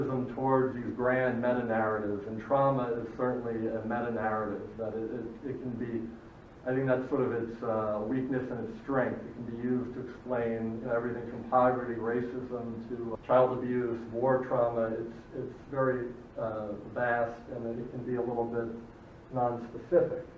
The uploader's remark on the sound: recording of my dissertation defense to the faculty of Family Therapy at Nova Southeastern